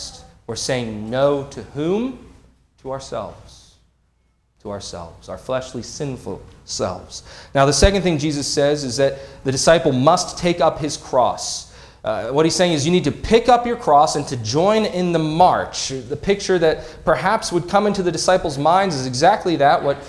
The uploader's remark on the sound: This sermon was preached on February 11, 2024 at Antioch Presbyterian Church. At Antioch Presbyterian Church, a mission work of Calvary Presbytery of the Presbyterian Church in America located in Woodruff, South Carolina.